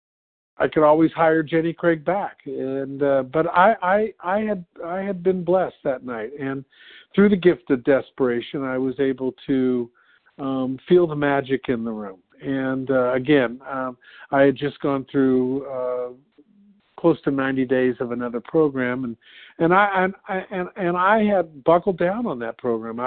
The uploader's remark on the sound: from the 100 Pounders Phone Meeting on 11/5/20